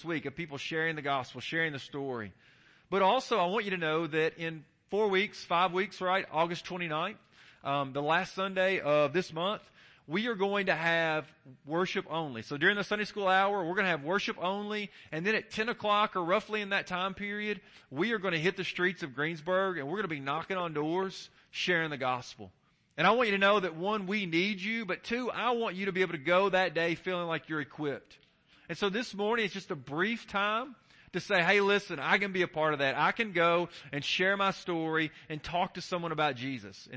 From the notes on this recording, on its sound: Kentucky Changers Team shares during the morning worship service.